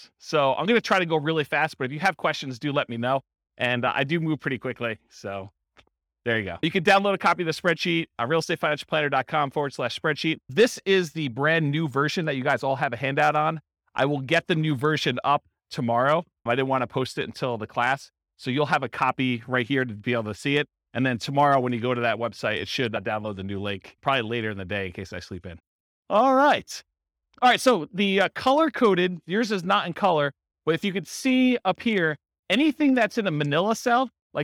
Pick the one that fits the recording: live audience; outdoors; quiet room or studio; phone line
live audience